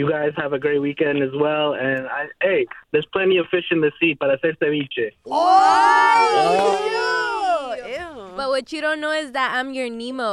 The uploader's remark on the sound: We opened up the phone lines. Pranks a telemarketer who called in the studio trying to sell car warranty!